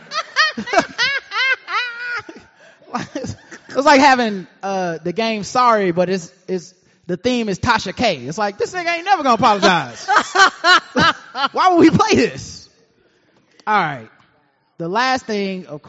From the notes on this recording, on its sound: live at the Knight Theater in downtown Charlotte, NC